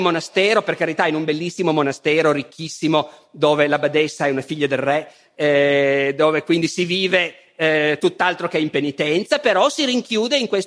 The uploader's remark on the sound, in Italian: Festival della Mente, 2012. Dal Festival della Mente di Sarzana.